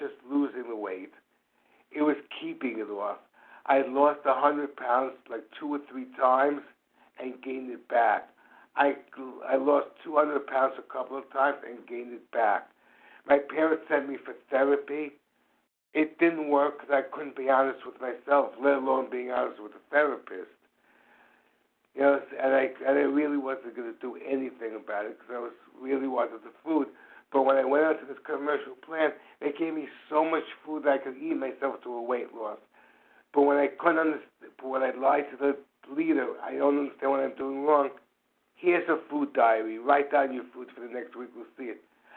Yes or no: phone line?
yes